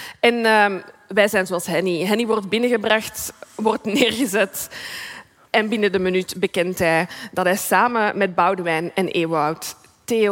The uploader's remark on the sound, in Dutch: live vanop het DS Podcastfestival in Oostende